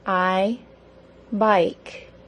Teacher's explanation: The long I is also a two-sound vowel that ends in a brief Y sound.